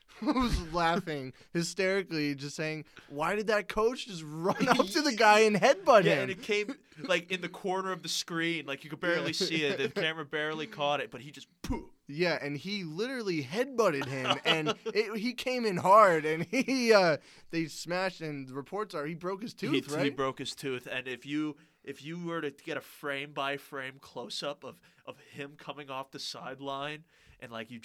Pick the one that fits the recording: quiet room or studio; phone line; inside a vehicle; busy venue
quiet room or studio